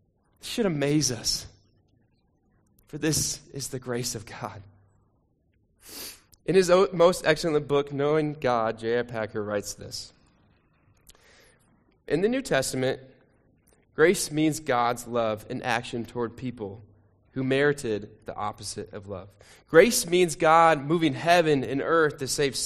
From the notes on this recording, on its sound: Sermon recording from Sunday 2 Jul 2023